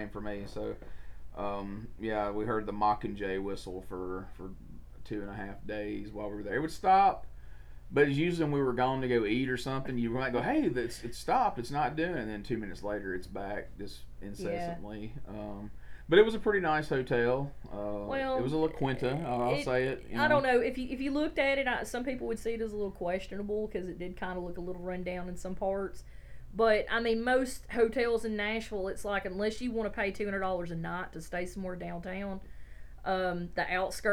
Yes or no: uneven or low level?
yes